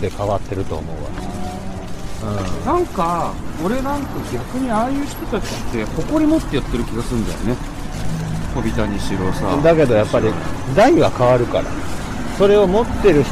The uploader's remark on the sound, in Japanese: 新年1回目の収録は外に飛び出して町ブラロケ！せっかくここまで来たんだ足は吉原へと向かう。さっきの飛不動様から近くに吉原神社があるので、せっかくなので来ました。